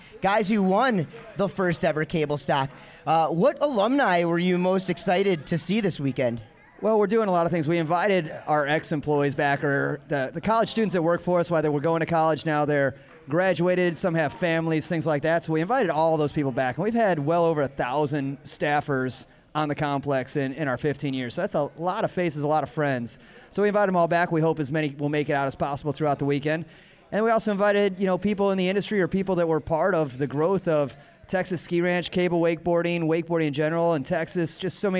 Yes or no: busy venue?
yes